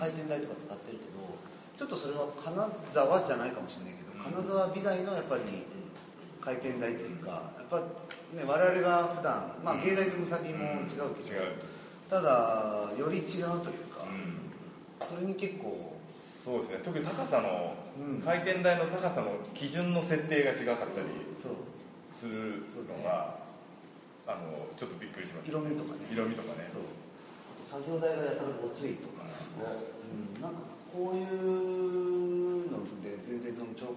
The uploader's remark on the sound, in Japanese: 会場：金沢美術工芸大学 展示室。第7回AGAIN-ST「OUTBOUNDー彫刻シンポジウム外伝」のトークイベントの録音です。